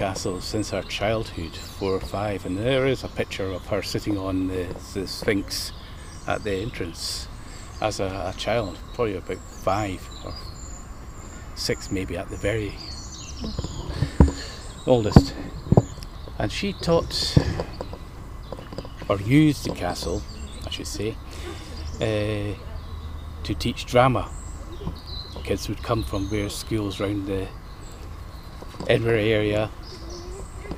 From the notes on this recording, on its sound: A walk round the grounds at Lauriston Castle